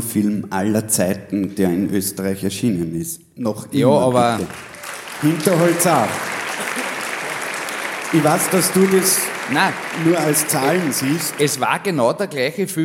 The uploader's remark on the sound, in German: Auf dem roten Stuhl LIVE SHOW